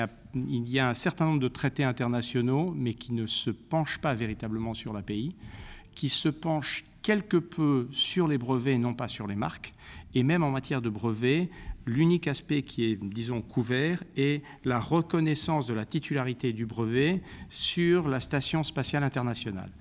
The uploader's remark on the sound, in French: À l’occasion du Congrès annuel de l’INTA à Washington